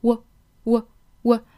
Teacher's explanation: 发短元音 o 的时候呢，嘴型呢不要过于紧张，并不是呜这样嘟起来啊，应该嘴型比较轻松的